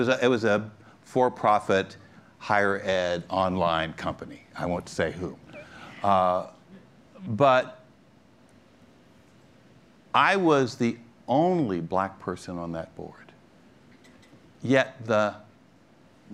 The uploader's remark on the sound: This session, recorded at PRovoke19